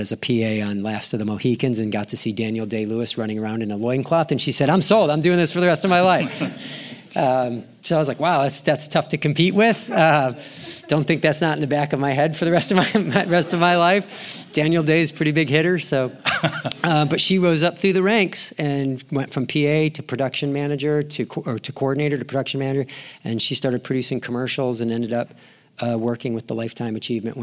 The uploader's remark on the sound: LIVE at EAMC 2023. Live from the Emerald City. At the Event & Venue Marketing Conference for our second live episode of Adventures In Venueland. Join us in Seattle.